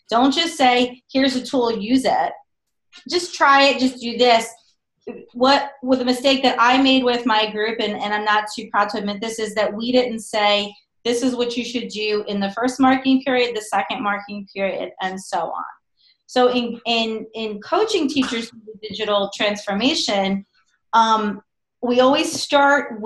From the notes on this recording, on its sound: On this episode, I Zoom